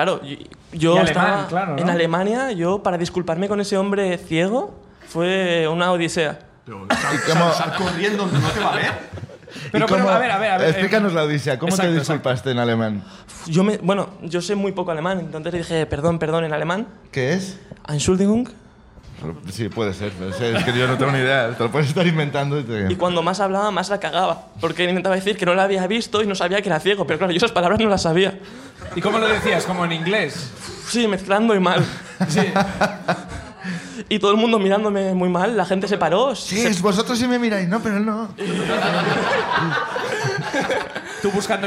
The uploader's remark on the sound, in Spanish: El público de La Llama